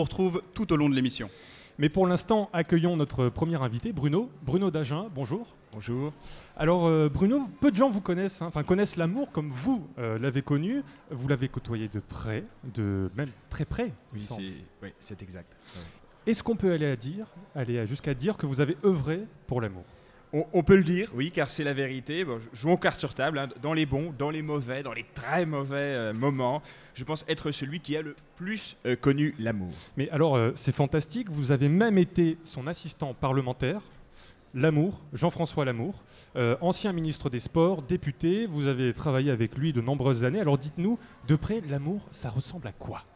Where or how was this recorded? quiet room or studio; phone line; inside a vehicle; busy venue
busy venue